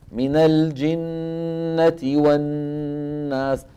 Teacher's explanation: الأمر الثاني إطالة الغنن، من الجنة والناس، الغنة الممطوطة في الميم والنون